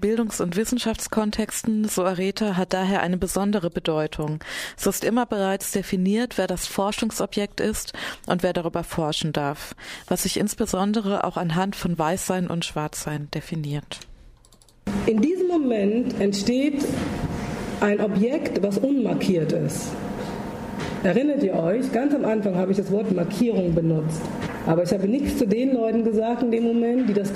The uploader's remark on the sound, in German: Fand im KGI der Universität Freiburg ein Vortrag. Im Rahmen der Vortragsreihe Bildung wird geMacht vom Verein Weitblick Freiburg organisiert.